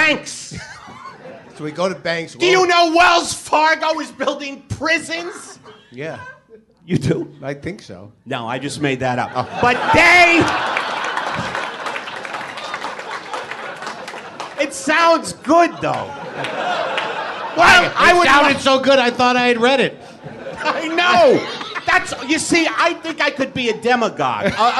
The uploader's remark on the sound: It's live WTF from The Steve Allen Theater in Los Angeles.